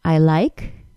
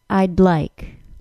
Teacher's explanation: The tongue touches the tooth ridge for the D sound, but it doesn't release like a typical D sound. Instead, it releases like an L sound. · Shown in: second take